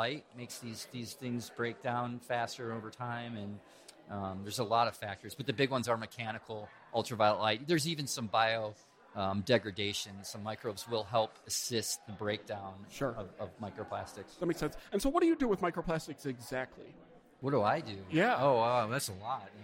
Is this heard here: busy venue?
yes